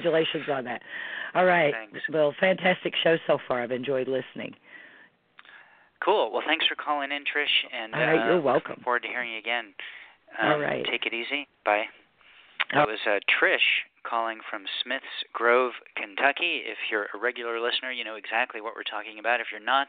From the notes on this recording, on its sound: Thanks to the poets who called in this month. This archived edition of Poetry Super Highway Live.